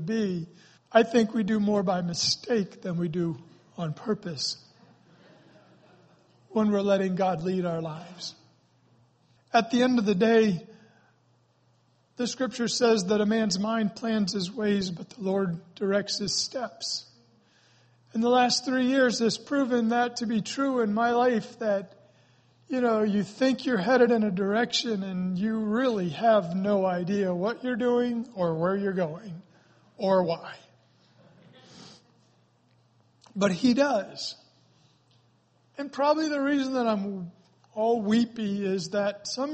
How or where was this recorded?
large echoing room